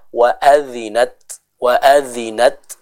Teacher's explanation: Adapun yang kedua, yang tidak boleh kita lupakan juga huruf ta ini punya sifat hamas. Sehingga ada sedikit udara yang keluar dari mulut kita untuk menyempurnakan sifat hamas tersebut